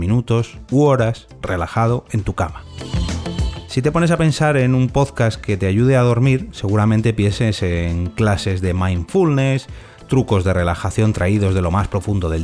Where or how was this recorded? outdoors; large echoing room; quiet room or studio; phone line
quiet room or studio